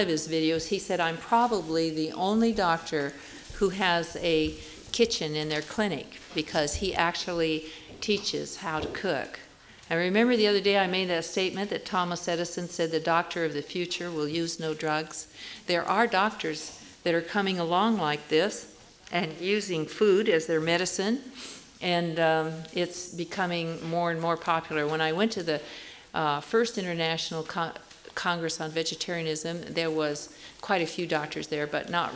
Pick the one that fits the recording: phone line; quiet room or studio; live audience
live audience